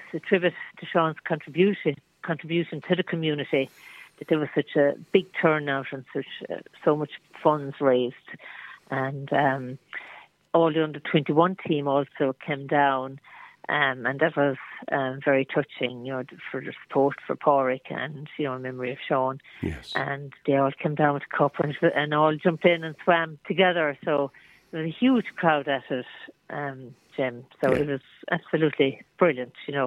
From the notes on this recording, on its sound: is joined on the phone by Flagmount Killanena correspondent